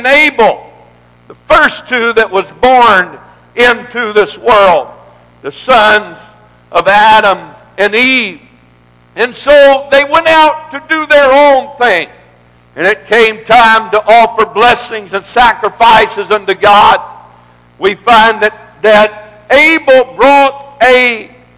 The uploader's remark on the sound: This message is broadcast live from the First Pentecostal Church in Silsbee Texas